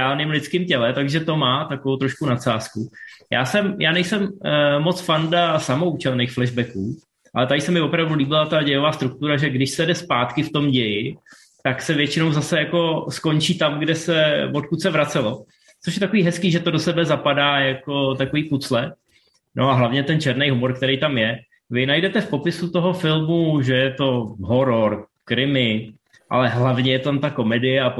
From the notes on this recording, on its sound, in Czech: Jsme zpátky na Zoomu.